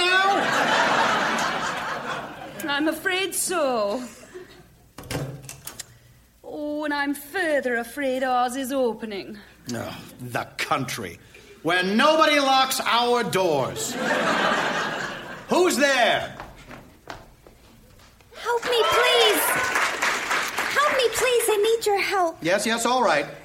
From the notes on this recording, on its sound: Recorded Live 2/1/2014 at Largo, Los Angeles.